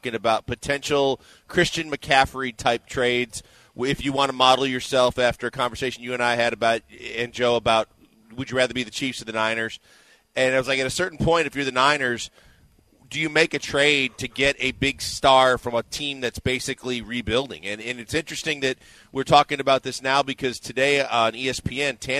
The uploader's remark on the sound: LIVE from X-Golf in Katy!